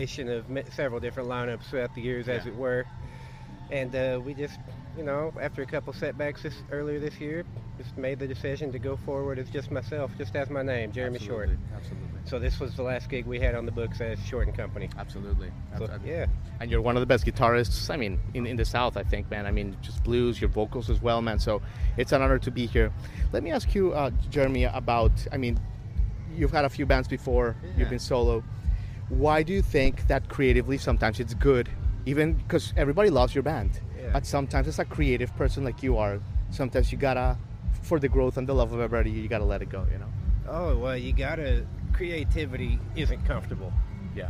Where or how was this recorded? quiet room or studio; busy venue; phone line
busy venue